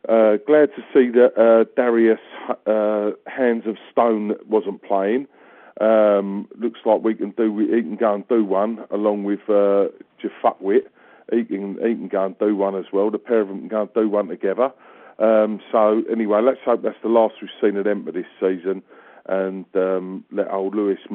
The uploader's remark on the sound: Raider Nation “Boneline” Call-in Segment.